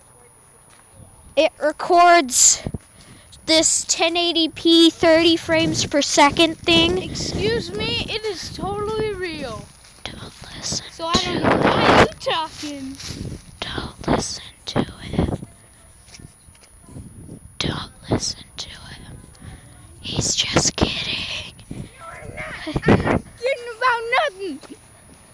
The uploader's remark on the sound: Walk and talk around the block